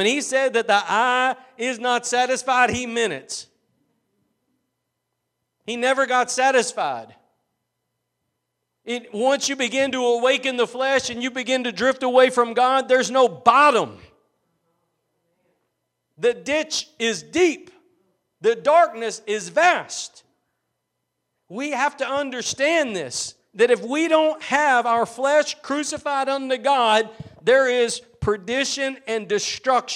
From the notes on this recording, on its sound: Preached at Gospel Lighthouse in Bossier City, La.